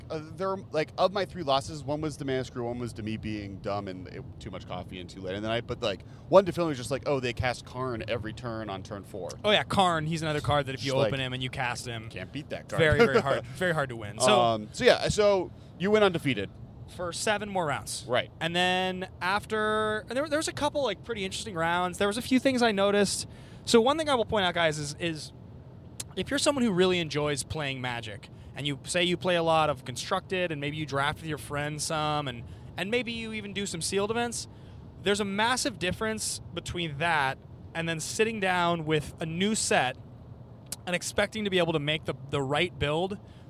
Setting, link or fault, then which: setting, inside a vehicle